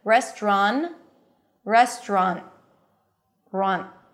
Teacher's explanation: Listen to the difference between just an N and an N that is stopped with the T sound. Restaurant, restaurant, run.